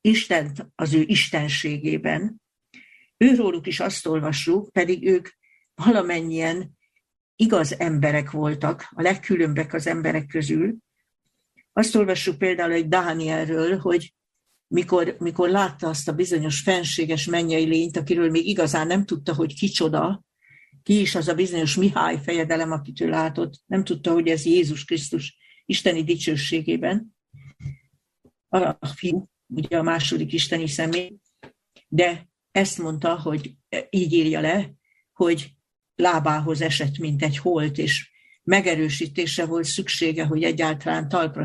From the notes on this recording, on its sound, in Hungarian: Sola Scriptura TF – Budaörs – Zoom előadás.